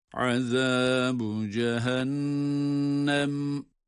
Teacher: عَذَابُ derken zal harfi yine peltek. · Cehennem hem nunu gunnesiyle tutarak okuyoruz.